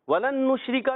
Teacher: پھر نشریکا شین میں تفشی ہوگی، منہ میں آواز پھیل جائے گی، را کو باریک رکھنا ہے، کاف کو باریک رکھنا ہے، کاف کو ہی باریک، یہ کاف ہے زبان کی جڑ، تالو کے سخت حصے سے ادا ہوتا ہے